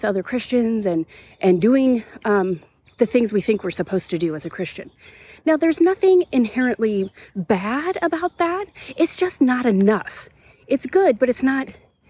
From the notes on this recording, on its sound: This was recorded on location in a nearby arboretum, so the sound quality may or may not be slightly different than our other episodes. Enjoy the birds and the breeze!